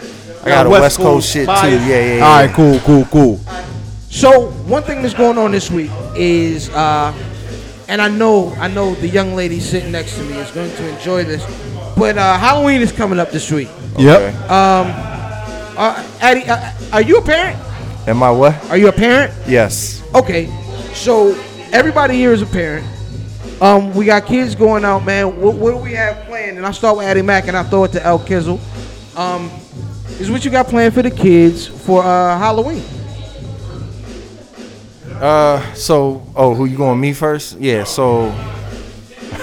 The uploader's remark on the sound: Live At The Spot. Go live on location at The Spot.